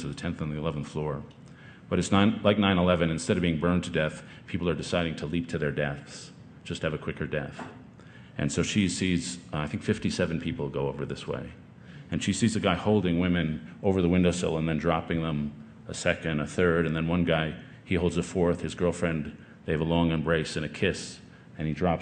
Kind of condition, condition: setting, busy venue